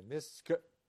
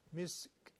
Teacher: حرف کاف رو در سکونش اینقدر فقط بگین که به گوش برسه، ولی قلقله نگیره · Shown in: second take · مسک نشه، مسک همینقدر کافیه، حقشه.